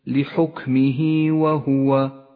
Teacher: مد الصلة الصغرى يكون بهاء الضمير وقبلها حرف متحرك وبعدها حرف غير الهمزة، كما في قوله تعالى: لا معقب لحكمه وهو سريع الحساب. لحكمه وهو، تمد هاء الضمير هنا حركتين لأنه جاء قبلها حرف متحرك وبعدها حرف غير الهمزة